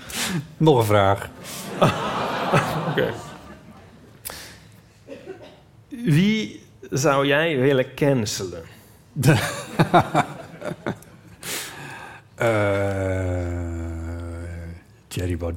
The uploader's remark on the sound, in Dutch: Live vanaf het podium van De Kleine Komedie in Amsterdam